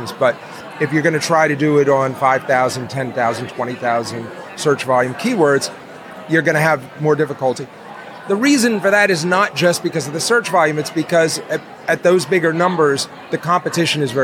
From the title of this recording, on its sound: Live at FinCon